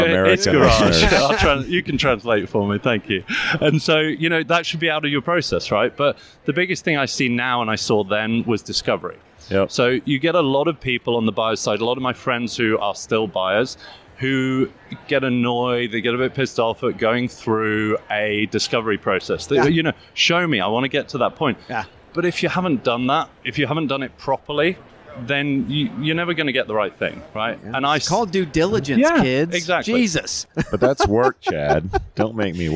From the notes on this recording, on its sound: Live from UNLEASH America in Las Vegas